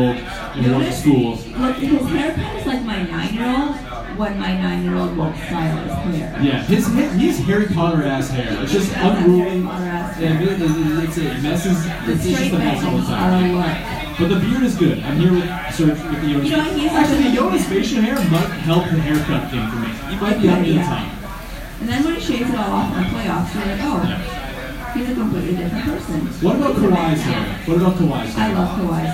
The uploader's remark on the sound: For a live podcast recorded at Odds Bar in Hamilton, ON. Apologies for the very "recorded in a bar" audio quality.